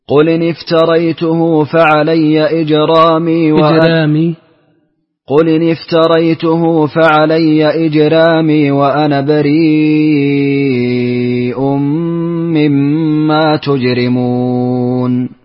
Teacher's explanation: سنعطف الآن ورش بالنقل والترقيق في الراء وإشباع المد المتصل